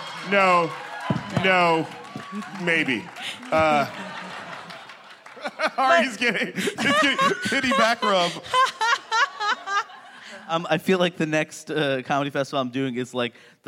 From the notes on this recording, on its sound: Coming to you LIVE from San Francisco, it’s Politically Re-Active at Comedy Central’s Clusterfest!